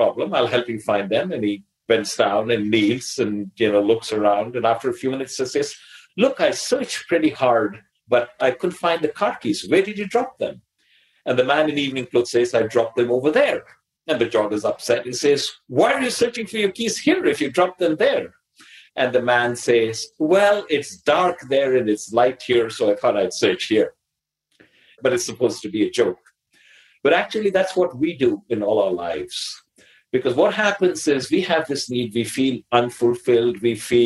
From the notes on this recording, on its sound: On this live call. Live bonus Q&A session.